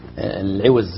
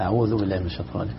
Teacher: يعني العوز بالزاي، لكن بالذال أعوذ بالله من الشيطان · Shown in: second take